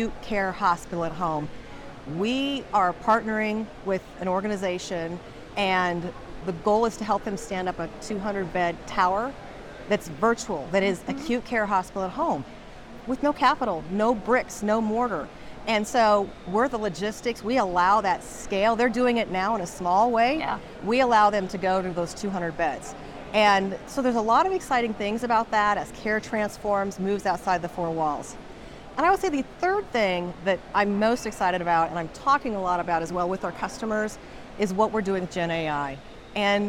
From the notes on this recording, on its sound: live from the 2023 CHIME Fall Forum